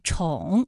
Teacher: 宠物乐园这几个字哪个字是翘舌音呢？答案是宠物的宠，它的声母是吃。